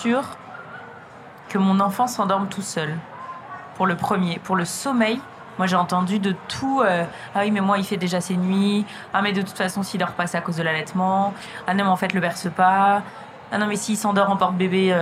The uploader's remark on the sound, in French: Enregistrée au Salon International de la Lingerie. Nous étions entourées de stands dédiés au bien-être intime, aux sextoys et aux massages. Cette ambiance joyeuse a cependant impacté la qualité sonore de cet épisode.